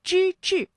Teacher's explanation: 这两个字啊都是翘舌音，它们的声母都是之